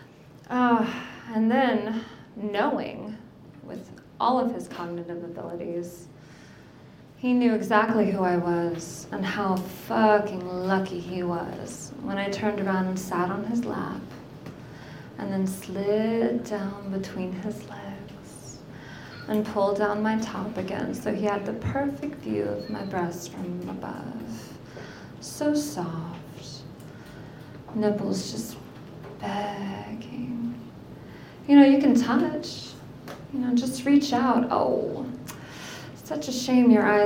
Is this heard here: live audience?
yes